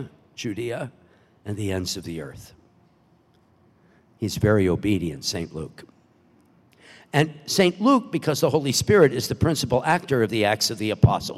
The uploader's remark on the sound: Delivers the homily at the Baccalaureate Mass, celebrating the 66th Commencement Exercises at Franciscan University of Steubenville.